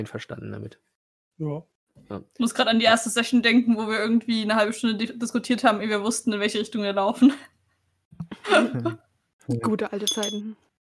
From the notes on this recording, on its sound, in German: Unser Aufnahmebot hat es uns etwas schwer gemacht und die Aufnahme etwas zerschossen… wir haben uns Mühe gegeben, dennoch das Beste aus der Aufnahme rauszuholen!